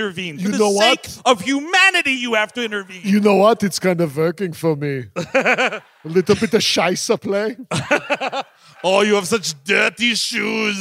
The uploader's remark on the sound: At the historic Orange Peel in Asheville, North Carolina. The guys are live in Asheville, NC.